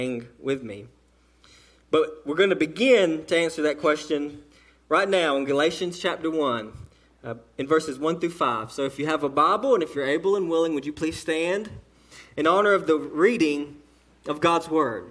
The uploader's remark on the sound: sermon delivered to Cottondale Baptist Church in Eastman, GA on 1/21/18 during the morning service